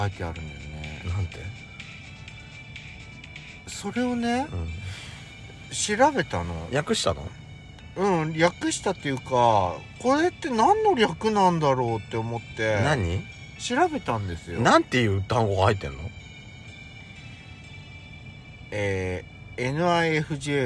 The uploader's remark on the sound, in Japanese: パーキング収録。From Radiotalk。